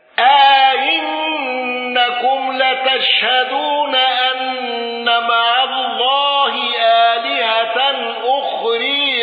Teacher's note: أبو عمرو بتسهيل الهمز الثانية مع الإدخال وقصر المنفصل والإمالة